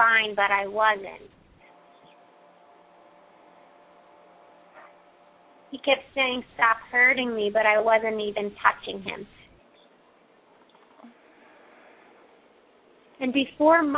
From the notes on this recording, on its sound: open up the lines for listeners to call